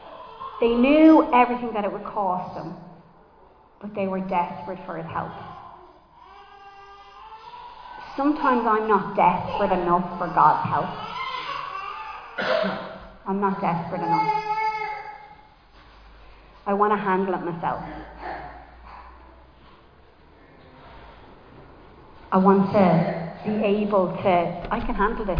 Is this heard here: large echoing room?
yes